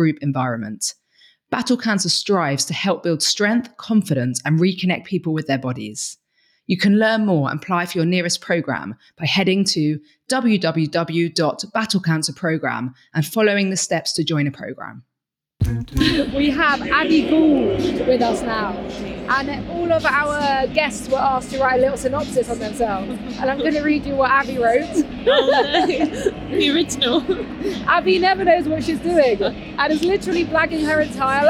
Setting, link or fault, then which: setting, busy venue